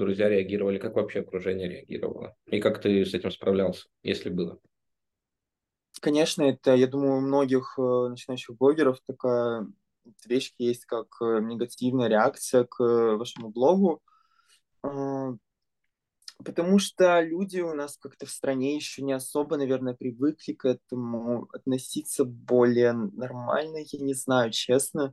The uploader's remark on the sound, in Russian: Zoom_подкастов